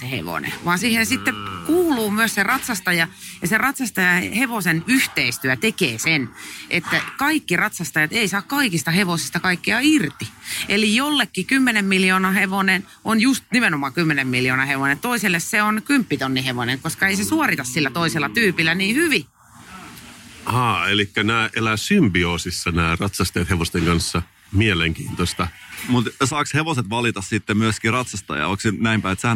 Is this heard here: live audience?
no